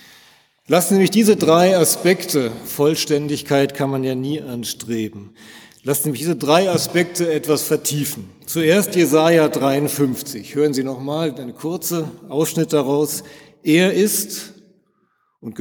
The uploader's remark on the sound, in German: in der Martin-Luther-Kirche, Detmold im 10 Uhr Gottesdienst